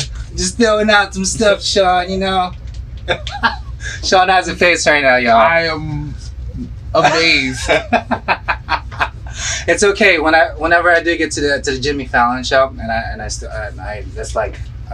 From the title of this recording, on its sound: Live in the restaurant